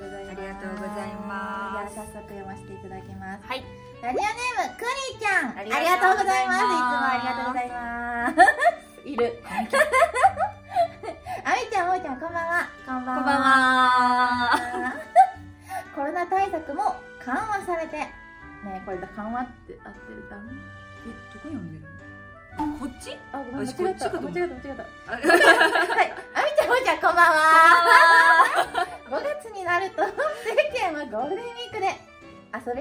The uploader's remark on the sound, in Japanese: 公開収録